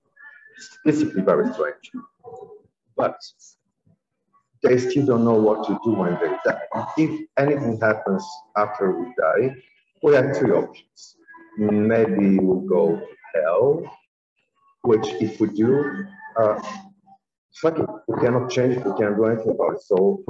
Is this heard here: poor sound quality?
yes